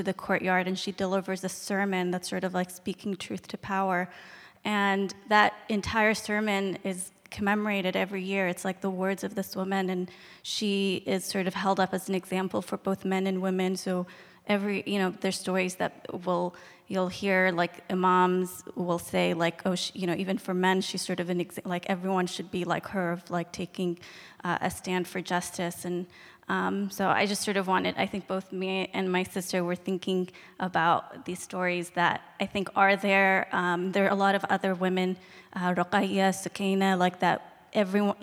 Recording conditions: live audience